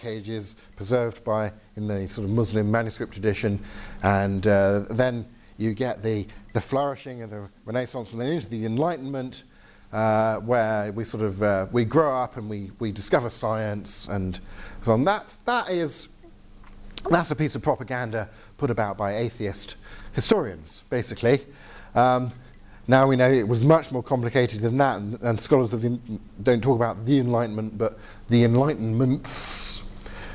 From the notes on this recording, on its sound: Talk with Q&A from the Reality 3:16 residential weekend in Northern Ireland